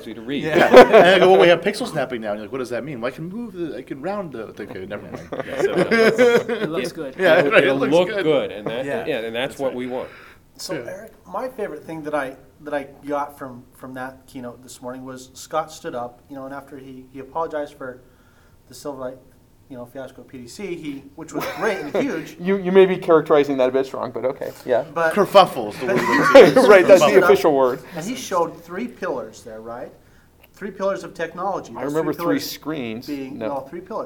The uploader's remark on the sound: At the Silverlight 5 Firestarter, we were able to record a spectacular show with some Silverlight luminaries.